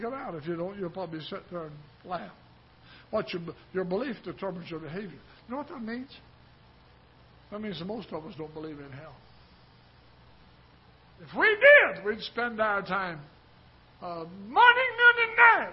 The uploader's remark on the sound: Ketha Heights Baptist Church ~ Live Broadcast